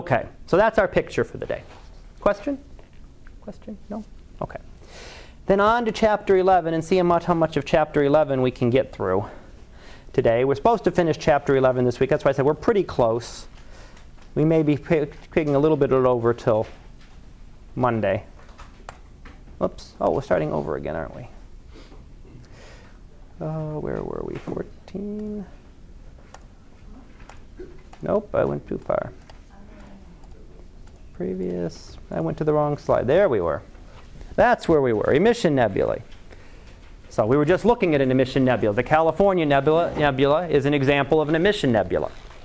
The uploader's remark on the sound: Live Class Lecture